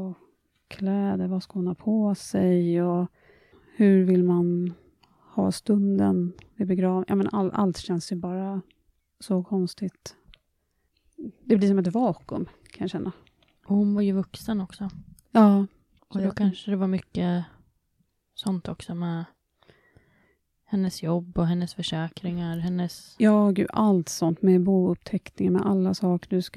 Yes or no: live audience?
no